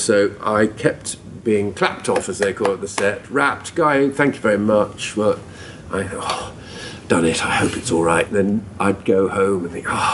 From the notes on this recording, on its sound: Recorded at London's MCM comic con, here is a round table interview